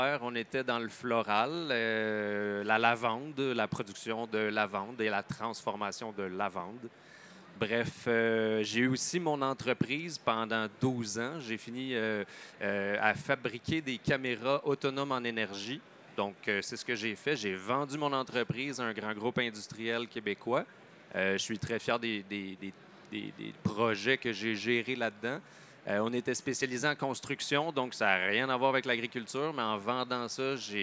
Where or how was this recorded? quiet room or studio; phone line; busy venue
busy venue